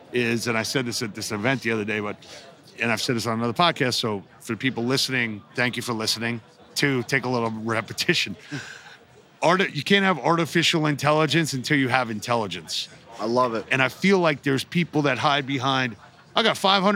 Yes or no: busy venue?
yes